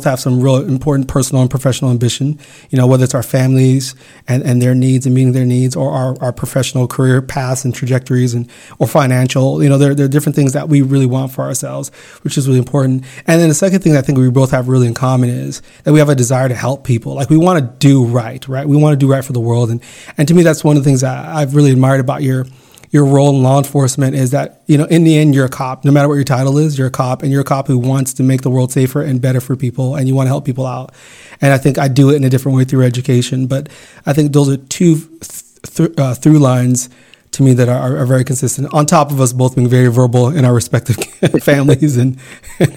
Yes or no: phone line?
no